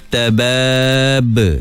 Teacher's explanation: bunyi qalqalah sebenar dia tidak ada bunyi hamzah